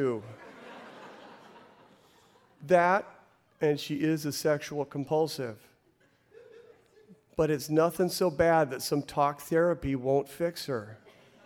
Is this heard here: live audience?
yes